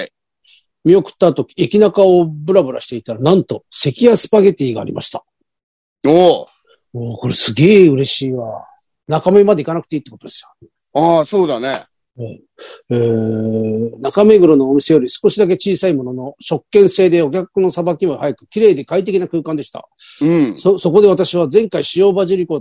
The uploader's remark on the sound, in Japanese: ZOOMで収録